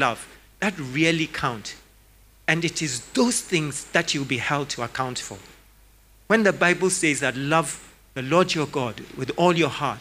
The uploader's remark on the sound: Sermon preached at CBC Shiashie Campus